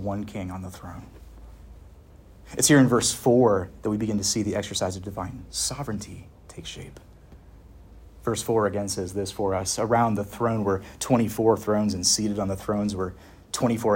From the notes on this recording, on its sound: Preached at Westminster Theological Seminary (Philadelphia, PA)